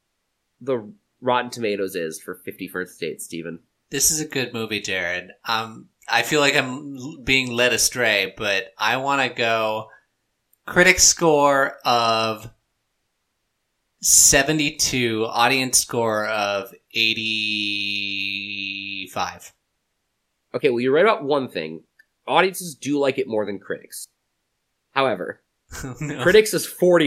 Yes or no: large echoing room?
no